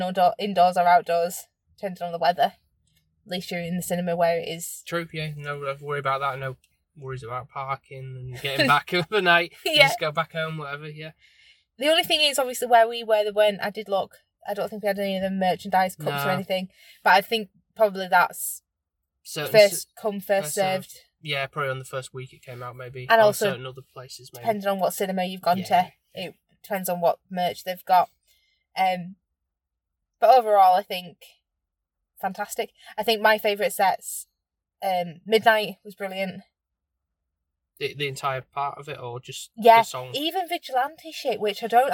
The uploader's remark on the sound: brief recording of our experience when we got back to the car (as it started to rain - typical British weather